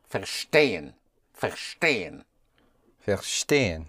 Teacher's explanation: it's ver, but you don't put the stress on ver. It's on stehen.